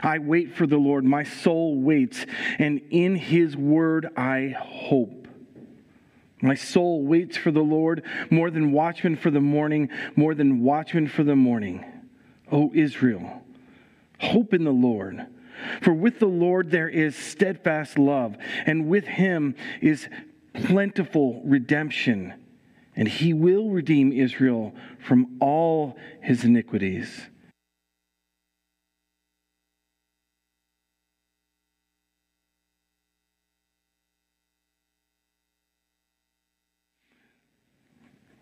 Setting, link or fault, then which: setting, large echoing room